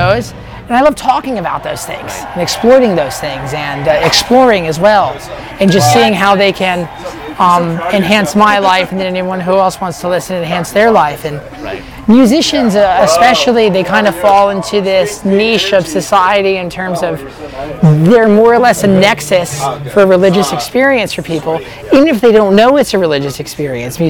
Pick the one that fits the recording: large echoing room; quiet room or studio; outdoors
outdoors